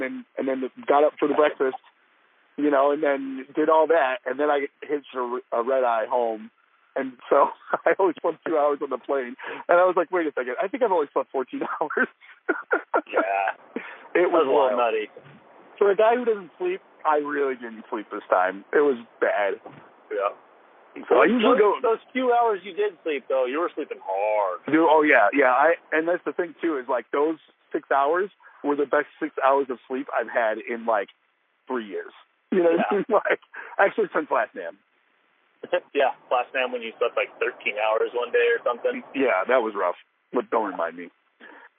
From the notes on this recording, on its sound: On The Road-A-Sode. Trying a call recording type of thing.